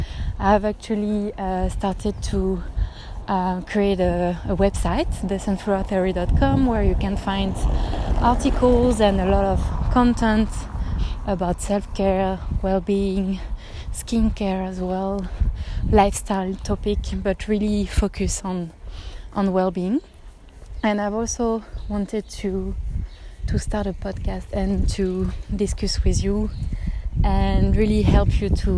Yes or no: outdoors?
yes